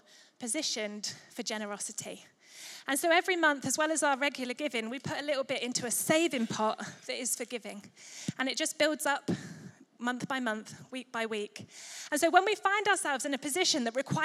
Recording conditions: large echoing room